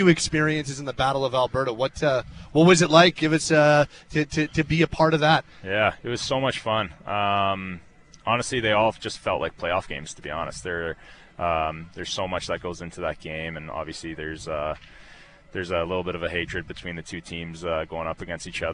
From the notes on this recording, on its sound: Live from the Shaw Charity Classic